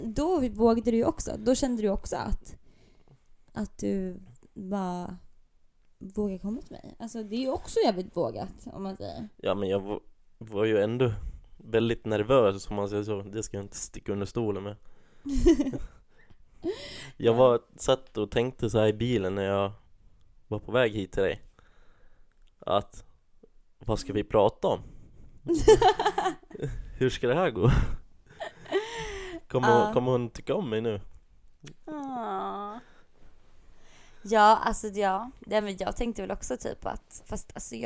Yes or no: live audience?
no